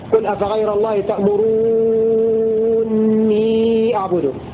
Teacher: وقرأ الباقون بنون واحدة مشددة ومد الواو قبلها مد مشبعا ست حركات